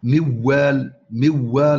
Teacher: يحول النون الى واو، ثم يدغم الواو الاولى في الواو الثانيه فتصير واوا مشدده · يدغم النون في الواو بغير غنة، فيقول موال موال على طول، مشددة هكذا. · Term: إدغام